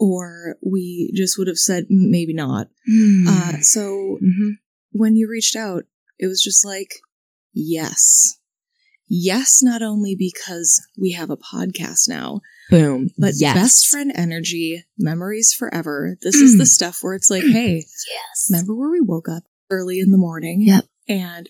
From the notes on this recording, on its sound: It was our first two-part episode and remains the only episode we've recorded outside.